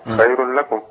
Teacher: خير لكم، هنا إدغام من غير غنة.